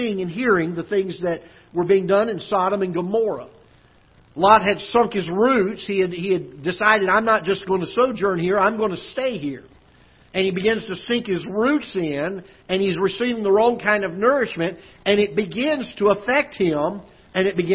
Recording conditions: large echoing room